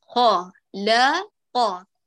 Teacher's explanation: خ للأعلى، لا للأسفل، اللي هو يتسفل اللسان، ق للأعلى · Term: المفخم